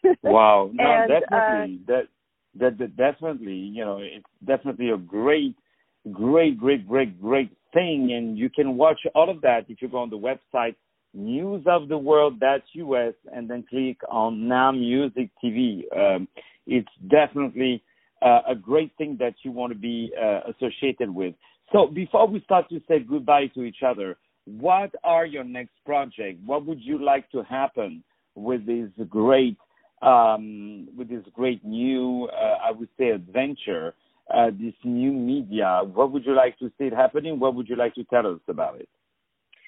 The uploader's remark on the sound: On the phone